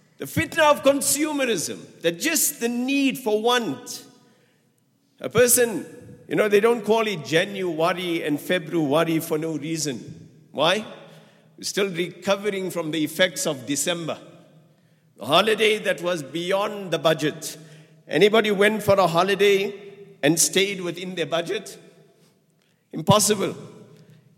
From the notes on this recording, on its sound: at the Houghton Masjid (West Street)